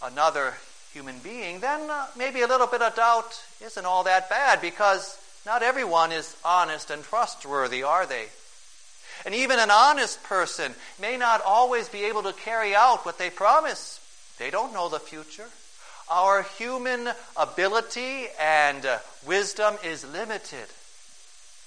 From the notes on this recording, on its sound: Preached on May 1, 2011, for the Second Sunday of Easter, at St. John's Ev.